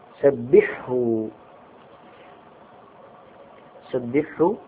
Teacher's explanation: الحاء والهاء حروف حلقية، ومع ذلك لا تدغم فيها